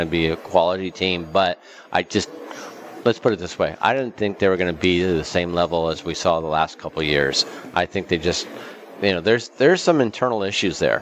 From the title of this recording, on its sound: Live from Super Book at the Westgate Las Vegas